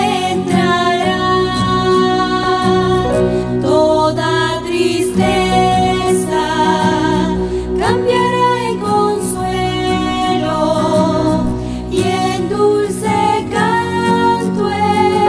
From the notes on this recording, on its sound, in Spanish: TRASMISION EN VIVO DE LA IGLESIA CRISTIANA MARANATHA JESUCRISTO VIENE